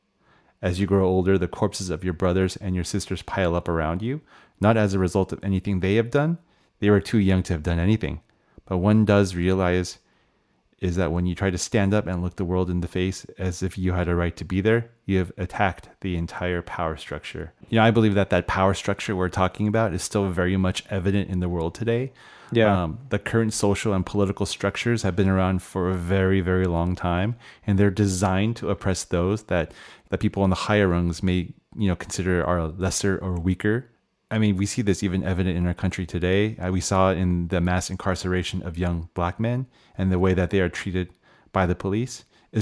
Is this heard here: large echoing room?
no